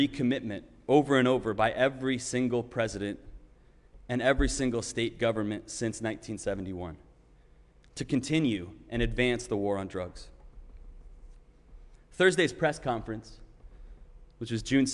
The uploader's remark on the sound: Sermon preached at RCHP on June 20, 2021.